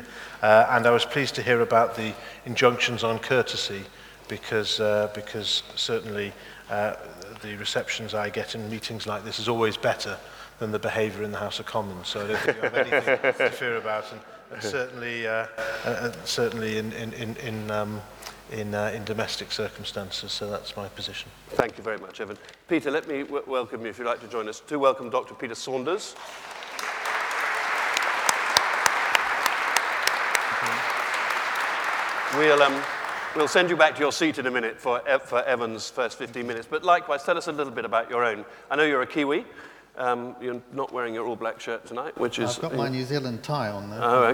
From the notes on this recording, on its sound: debate the issues and respond to questions and comments from the audience